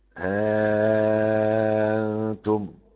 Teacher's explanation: نافع أبو عمرو يسهل مع قصر ومد الألف، وورش له تسهيل مع حذف الألف، والأزرق له إبدال الهمزة ألفا تمد مدا مشبعا، ها أنتم. وقنبل يحقق مع حذف الالف من طريق ابن مجاهد واثبات الالف من طريق ابن شنبوز، يقول ها انتم وله ها انتم، وباقي القراء ها انتم اثبات الالف، وهيبقى من قبيل المنفصل، فكل على اصل في المنفصل.